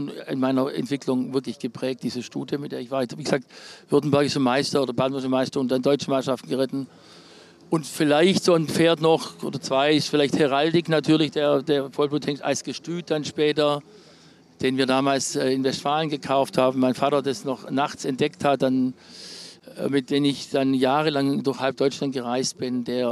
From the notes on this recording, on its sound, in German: Dieses Gespräch wurde im Zuge der Bundeschampionate im September 2023 in Warendorf aufgenommen.